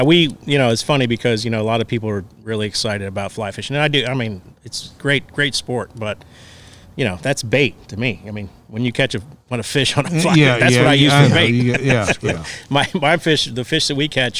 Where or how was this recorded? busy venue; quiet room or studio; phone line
busy venue